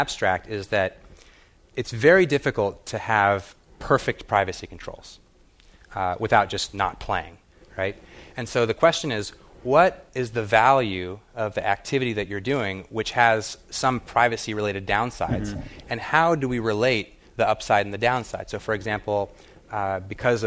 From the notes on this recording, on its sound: As part of The Atlantic Meets the Pacific 2013 conference presented by The Atlantic and UC San Diego.